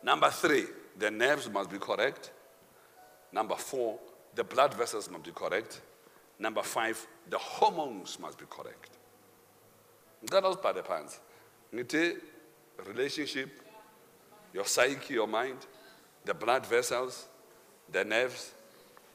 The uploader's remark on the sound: Men Of Hope Conference 2022 Day 3 Second Session